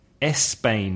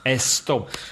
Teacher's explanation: And finally, just one more small point with words that begin with S. It's quite a common Spanish error to put an E before the S. · Shown in: first take · So instead of saying Spain, you could say Espain, which is not correct.